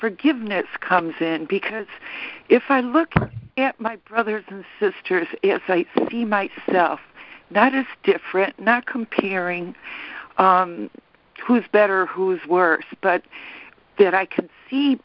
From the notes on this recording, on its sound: ACIM Daily Conference Call